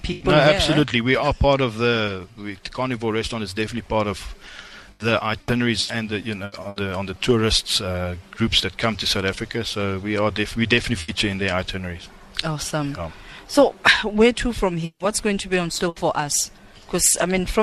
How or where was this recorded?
busy venue